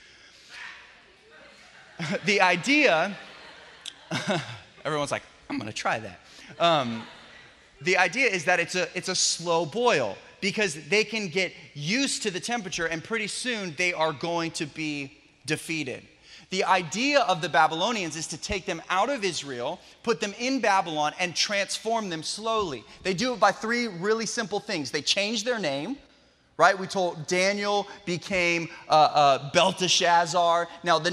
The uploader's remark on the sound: special message taken from our Sunday Night Live event